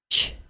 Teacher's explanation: This kind of sound is an affricate, which means that for a tiny bit, we stop all the air from leaving the vocal tract. Then, when we release the air, we do it with friction. English has only two affricate sounds, the CH sound and the J sound.